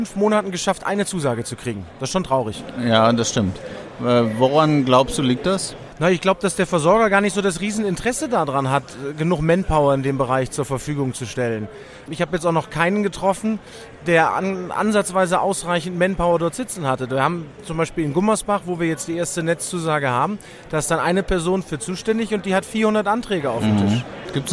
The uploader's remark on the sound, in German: EXPO REAL On Air 2.0 // Sonderfolge: EXPO REAL 2023. Live aufgenommen am Messestand der CINTHIA Real Estate auf der EXPO REAL 2023 in München.